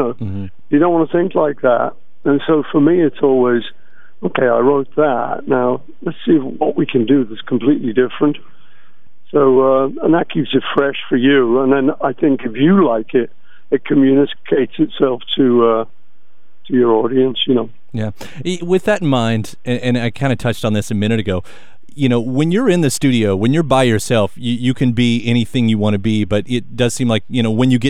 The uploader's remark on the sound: On The Phone.